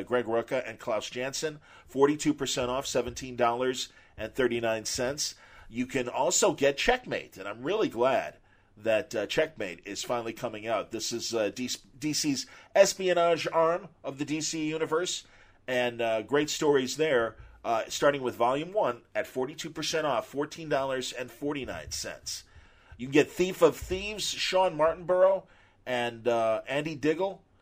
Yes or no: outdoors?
no